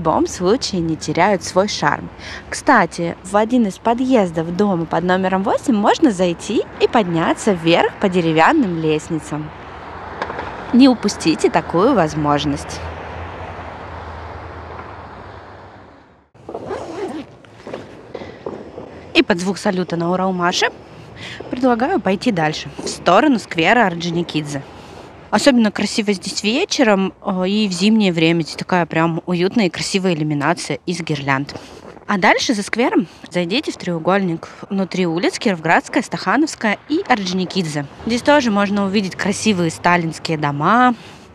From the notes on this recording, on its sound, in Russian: Сегодня мы пойдем гулять по-новому. Эту прогулку я записывала, сама гуляя по Уралмашу. То есть вы услышите реальные звуки города.